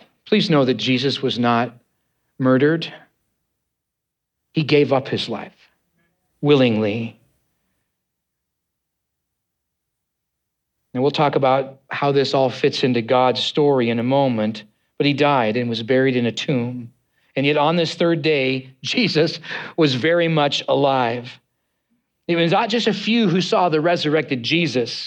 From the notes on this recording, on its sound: preached on Easter Sunday, on 9th April 2023, at Neighborhoodchurch